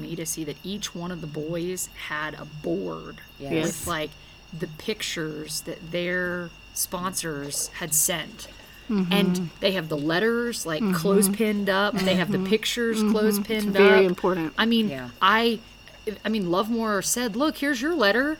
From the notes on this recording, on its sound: Arise Africa Mission Trip. This audio comes straight from the field, so you’re going to hear weird things in the background.